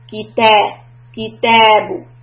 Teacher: when we say A, the back of the tongue needs to go down.